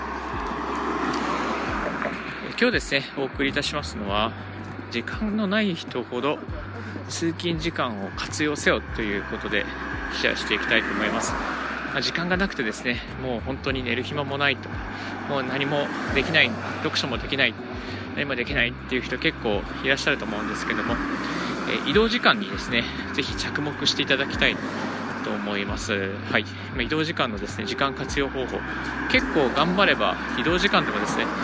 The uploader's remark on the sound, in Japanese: 歩きながらラジオ配信